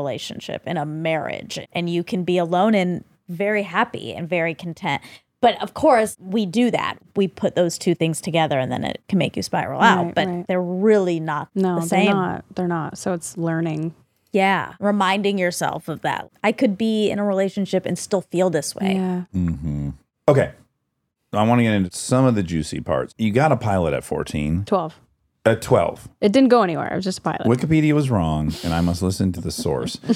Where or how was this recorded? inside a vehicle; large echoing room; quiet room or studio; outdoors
quiet room or studio